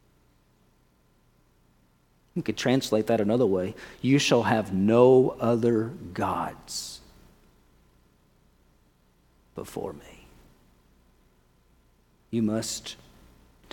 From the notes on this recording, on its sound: At First Baptist Church in Mount Washington, KY.